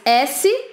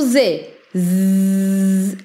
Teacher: Quando você faz o som do Z, Z, é uma vibraçãozinha · Shown in: second take · não é? É a mesma diferença aí, só que com a linguinha no dente.